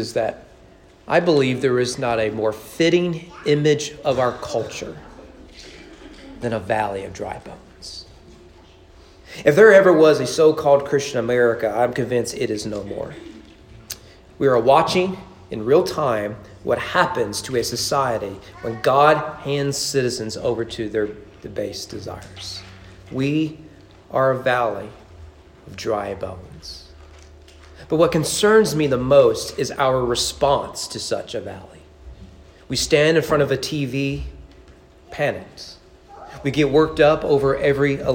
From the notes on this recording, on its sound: Sermon preached at East Frankfort Baptist Church on April 4, 2021 during morning worship on Easter.